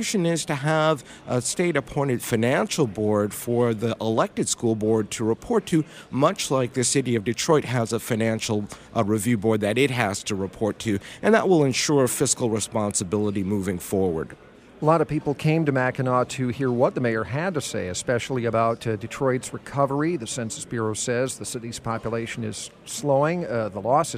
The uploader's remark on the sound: Live From Mackinac